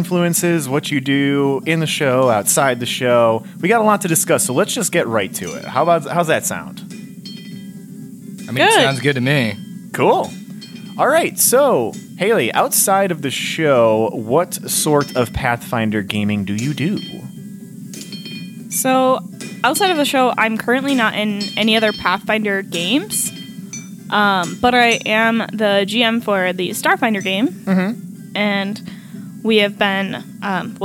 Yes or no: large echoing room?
no